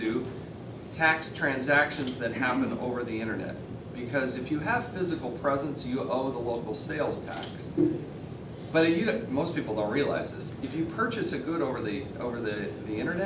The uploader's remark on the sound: Addresses The Ripon Society. Appeared before a breakfast meeting of The Ripon Society, delivering a speech.